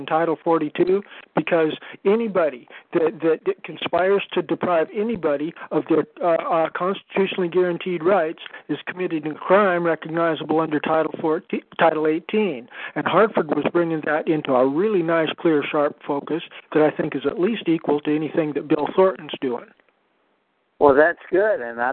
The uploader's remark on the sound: to join with us in this phone-conference